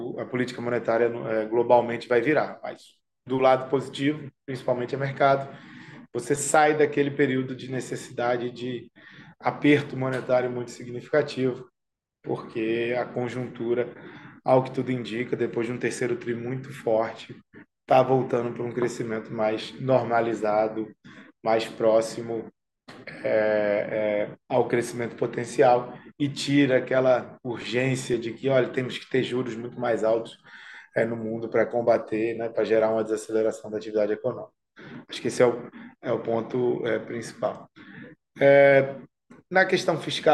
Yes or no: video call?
yes